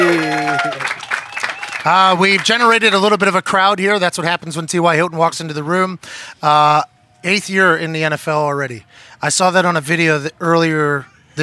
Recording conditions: outdoors